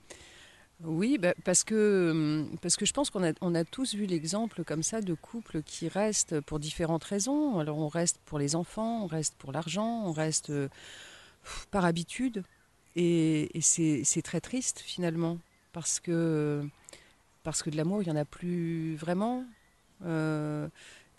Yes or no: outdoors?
yes